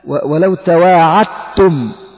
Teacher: كذلك الدال مع التاء، ولو تواعدتم، الدال قلبت إلى تاء ثم أدغمت في التاء التي بعدها، تواعدتم، لا تقول تواعدتم، لا تواعدتم. · Term: الإدغام